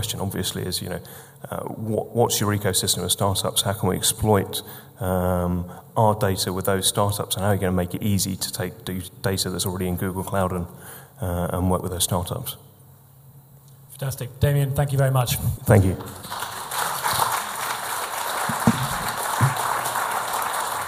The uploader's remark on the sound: event recorded in front of a packed room